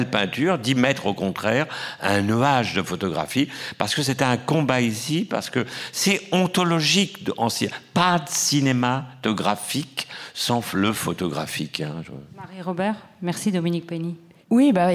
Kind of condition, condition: setting, live audience